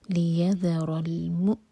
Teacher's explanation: حمزہ پر سکون ہے، وہاں پر کٹ آف ساؤنڈ ہوگا. لیذر المؤمنین مینین، علا لا دو حرکہ لمبا، ما چار حرکہ لمبا، انتم، حمزہ کے بعد جو نون ہے اس کی آواز کو چھپائیں گے اور دو سیکنڈس کا ٹائم دیں گے.